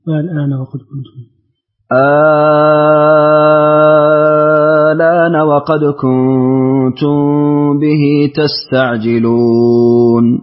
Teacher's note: أبدلت همزة الوصل هنا ألفا ومددتها ست حركات ونقلت وقصرت البدل. أسكنت ميم الجمع لورش.